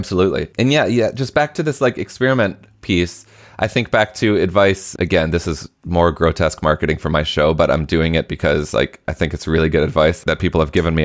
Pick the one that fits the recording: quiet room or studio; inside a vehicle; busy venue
quiet room or studio